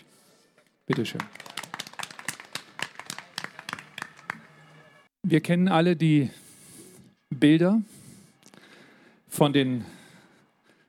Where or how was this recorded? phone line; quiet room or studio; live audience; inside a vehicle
live audience